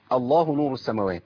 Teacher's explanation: تفخم لام لفظ الجلاله اذا بدأ بلفظ الجلاله، اذا بدات الكلام الايه بداتها او المقطع اللي بقراه بداته بالله.